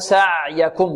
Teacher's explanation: إن سعيكم، سعيكم العين، في سعيكم، هذه العين تخرج من ماذا؟ من وسط الحلق